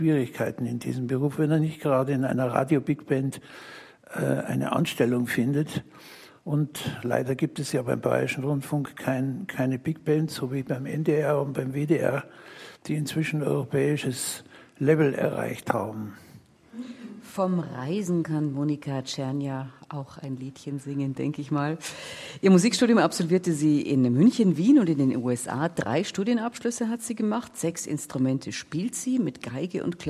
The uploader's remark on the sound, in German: Live aus der Musikhochschule München. Samt Live-Musik.